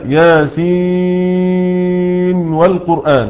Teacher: يظهر حفص النون عند الواو وعند الراء · Term: الإظهار